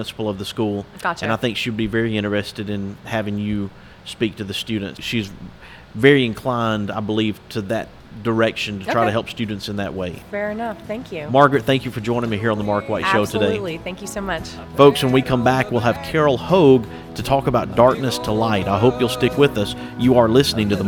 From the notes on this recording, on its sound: we will be coming to you from the 2nd Annual Limestone Child Advocacy Center Conference